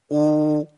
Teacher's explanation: الواو المادية بتقاس بالحركات، يعني أقول أو دول حركتين